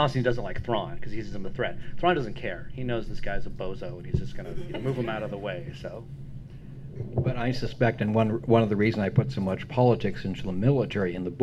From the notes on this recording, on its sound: Dragon Con Panel.